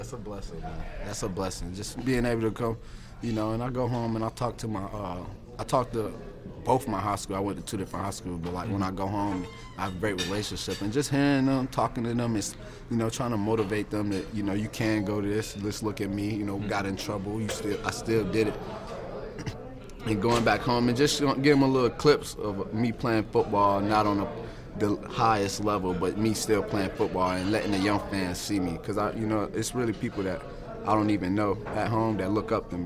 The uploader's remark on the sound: LIVE from Major League Football ($MLFB) Training Camp in Mobile